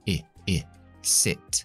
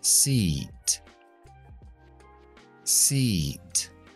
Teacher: La lengua no está tan adelantada, está más atrás y más baja. · Shown in: first take · I, I, sit. Y asiento, seat. · Term: la I corta